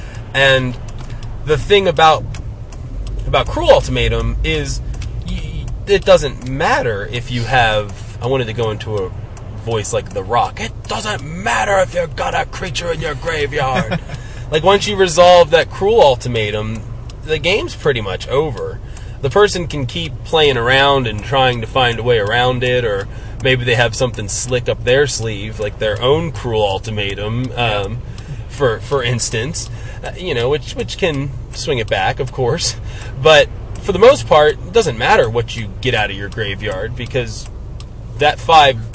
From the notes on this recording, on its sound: Please excuse the sound quality. We were recording in the car and apparently there was a bad connection between my microphone and iPod.